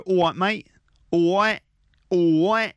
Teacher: instead of the L of all, it's more like a W · Term: London slang accent